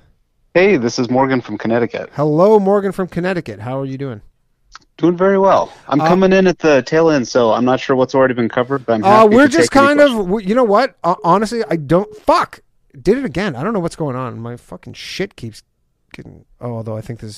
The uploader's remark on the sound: call in show